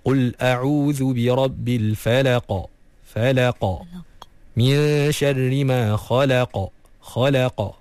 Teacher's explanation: Di dekat bahagian pangkal lidah yang paling paling dalam. Lidah yang paling belakang sekali. Sebelum masuk ke bahagian kerongkong, itulah tempat huruf qaf.